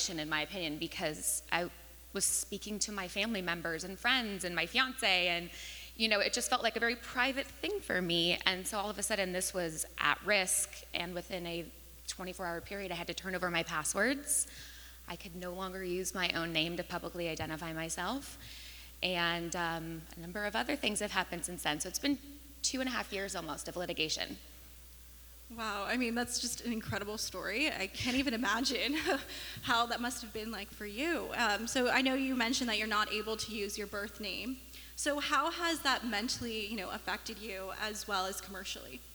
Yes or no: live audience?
yes